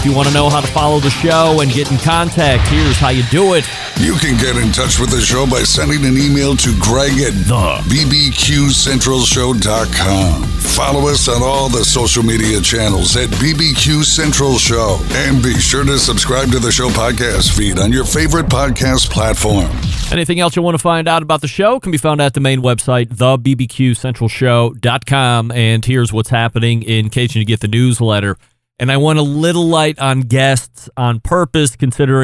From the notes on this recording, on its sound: CookOut News Is Invading Las Vegas For The National Hardware Show! On location this evening.